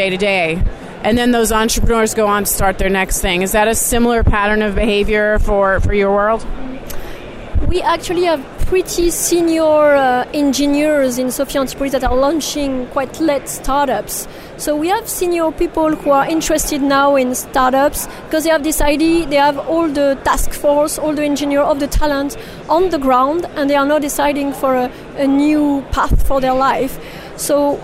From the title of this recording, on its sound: Live From Web Summit 2016 in Lisbon, Portugal!